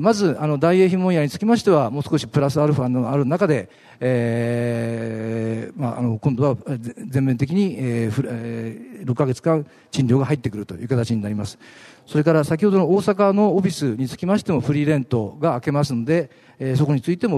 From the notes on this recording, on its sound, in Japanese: ２月２０日に東京証券取引所で開催した「J-REITファン2016」に登壇したユナイテッド・アーバン投資法人のIRセミナーをダイジェスト版でお送りします。